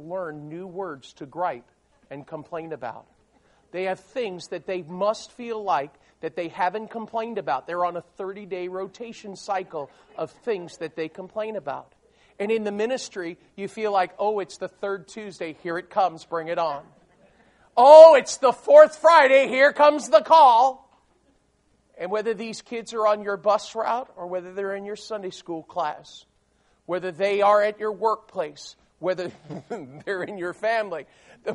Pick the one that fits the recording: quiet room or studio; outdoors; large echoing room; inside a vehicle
large echoing room